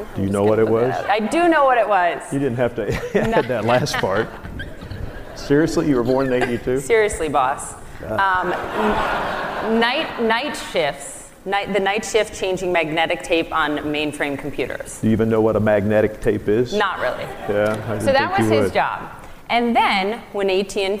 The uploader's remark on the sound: This interview was recorded live at The Relevance Conference in Santa Barbara.